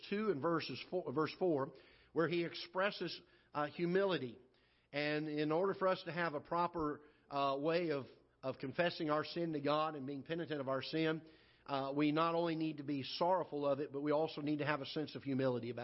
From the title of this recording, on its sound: Ketha Heights Baptist Church ~ Live Broadcast